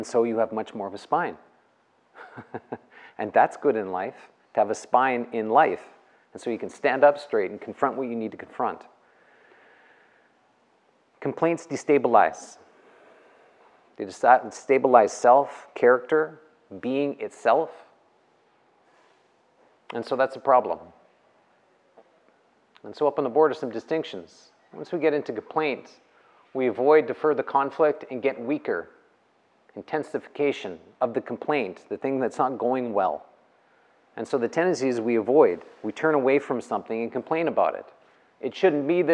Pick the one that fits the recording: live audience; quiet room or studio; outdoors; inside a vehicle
live audience